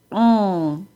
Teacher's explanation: The NG sound typically does not include a G sound, even though there is a G spelled there. The NG sound sounds like this, ng, and not like this, ng.